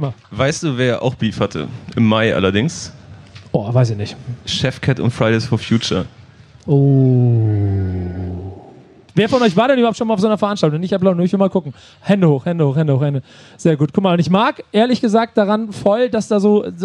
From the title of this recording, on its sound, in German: Der BACKSPIN Stammtisch live vom Splash! 22